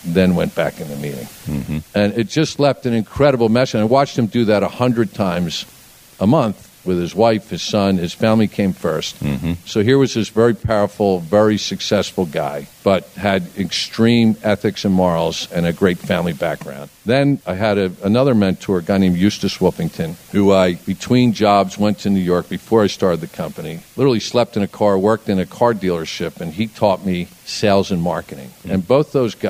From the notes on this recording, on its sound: In front of a live audience at one of his newest ventures, The Discovery Labs. A 200 acre, 1 million square foot space in King of Prussia, Pennsylvania.